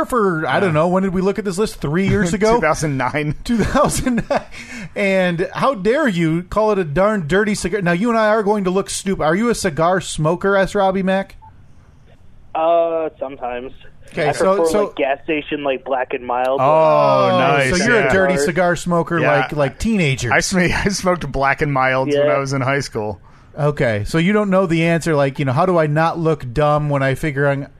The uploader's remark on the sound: our in-the-field Jewish correspondent on the phone